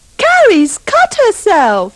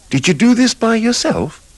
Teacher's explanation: pay attention to the pronunciation of the your in yourself, the her in herself, and the them in themselves. Remember to use the schwa.